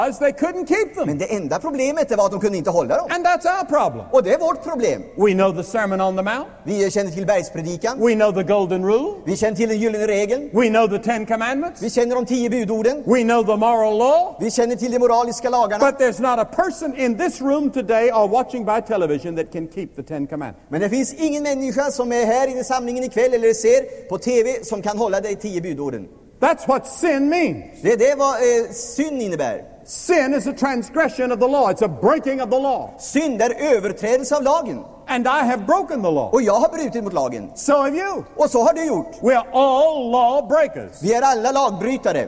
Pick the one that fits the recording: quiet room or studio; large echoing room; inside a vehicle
large echoing room